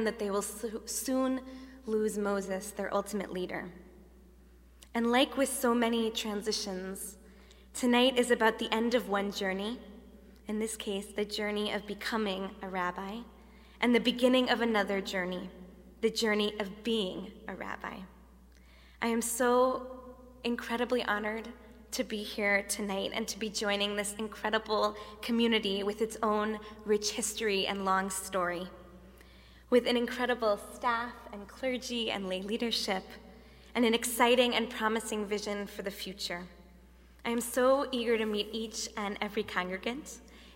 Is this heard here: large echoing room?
yes